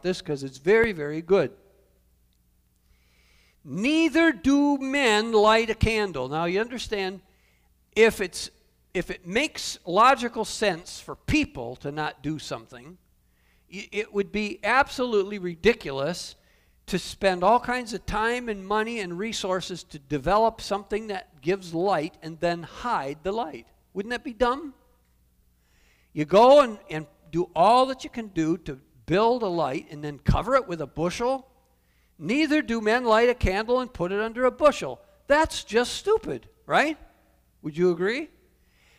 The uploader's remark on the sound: Calvary Assembly of God live Stream